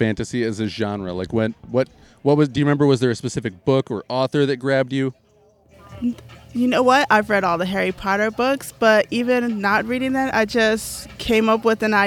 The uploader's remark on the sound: Pharmhouse Wellness Art Market. If you were in Grand Rapids. 6 interviews conducted outdoors at my booth. If you hear people in the background, that's just the toke tent folks having fun.